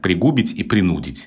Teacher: очень хочется сказать с другим ударением, но ударение падает на «у», и вот мне было удобно их запомнить парой «пригубить» и «принудить».